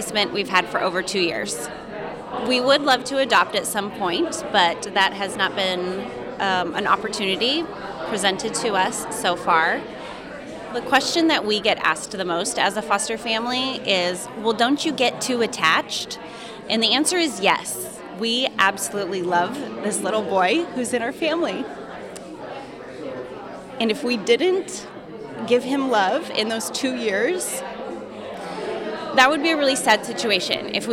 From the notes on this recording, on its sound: KUOW recorded audio from the "Ask a Foster Parent" event hosted at Amara's Seattle office.